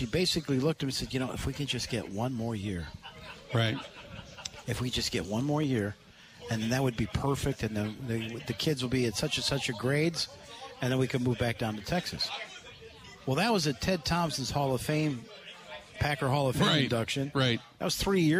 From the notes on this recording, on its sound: Live from the Root River Center in Franklin.